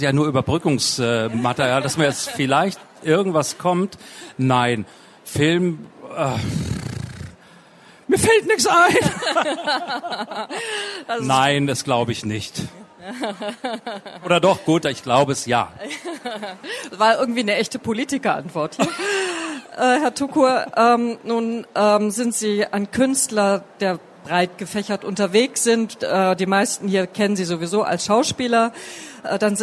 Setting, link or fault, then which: setting, live audience